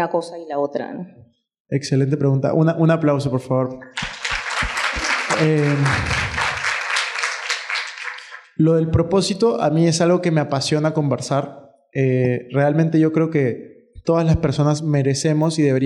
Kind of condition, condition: setting, live audience